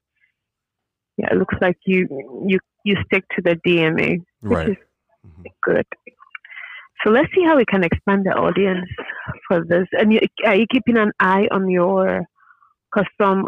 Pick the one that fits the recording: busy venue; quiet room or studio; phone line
phone line